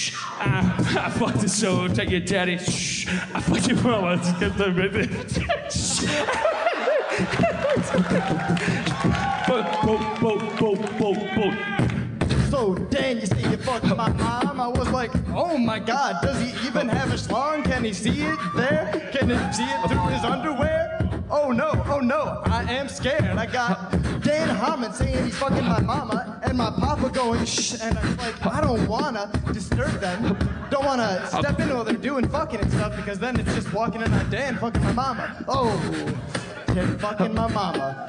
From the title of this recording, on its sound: LIVE in Chicago 2016 at Park West!